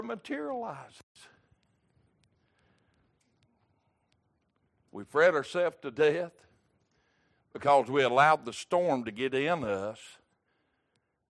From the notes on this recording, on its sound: Wednesday Evening Service